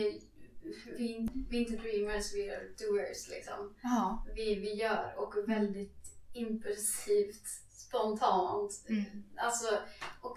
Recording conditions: poor microphone